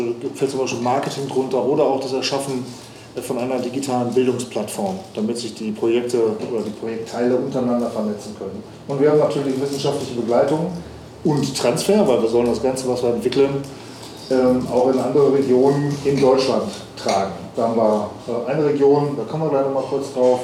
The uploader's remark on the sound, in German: April 2022 im Café Vielfalt in Lemgo aufgezeichnet.